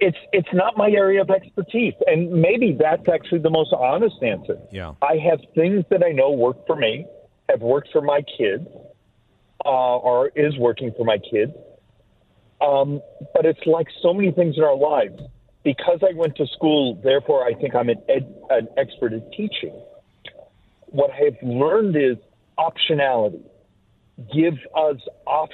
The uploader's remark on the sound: Joins the show by phone. In studio guest.